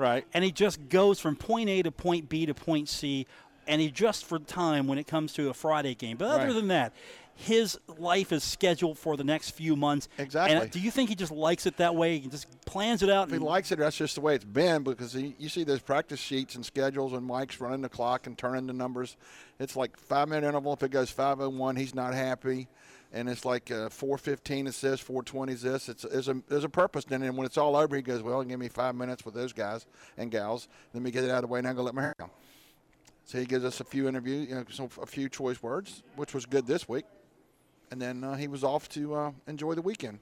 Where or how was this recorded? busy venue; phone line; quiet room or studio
busy venue